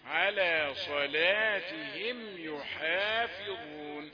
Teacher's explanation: اللام والحاء مرققتان، صلاتهم وليس صلاتهم، ليست هذه قراءتنا، صلاتهم بترقيق اللام. يحافظون، لا أحد يفخم الحاء لأنها من حروف الترقيق عند الجميع. يحافظون وليس يحافظون، يحافظون وهم على صلاتهم بترقيق اللام، على صلاتهم يحافظون.